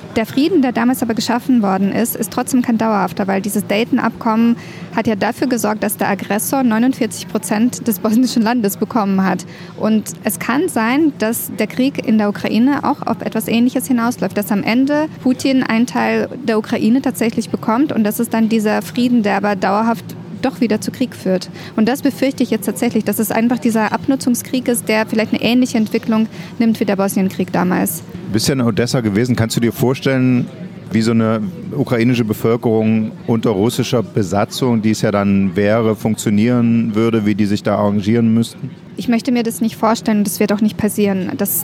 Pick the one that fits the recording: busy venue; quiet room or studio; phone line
busy venue